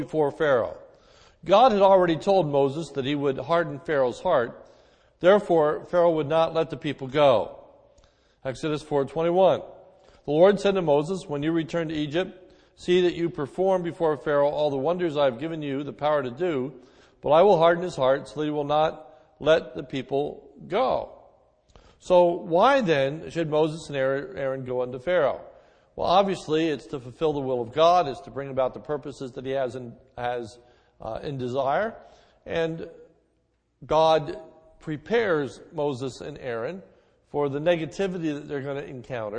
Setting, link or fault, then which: setting, large echoing room